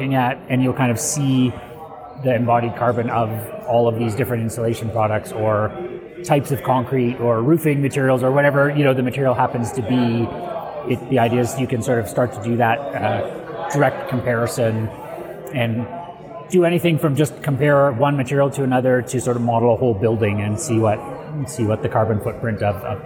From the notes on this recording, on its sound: recorded at the Passive House Network Conference